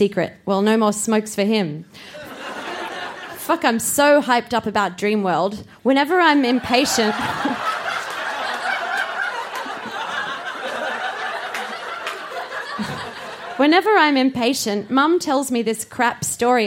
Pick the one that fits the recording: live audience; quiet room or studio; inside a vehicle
live audience